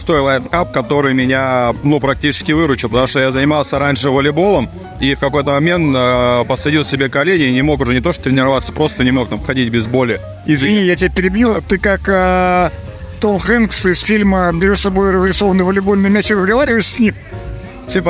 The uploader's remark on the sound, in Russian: Выставка «Поехали 2023». Записано с 1 по 3 декабря на месте событий - Москва, Краснопресненская наб., 14, ЦВК «Экспоцентр».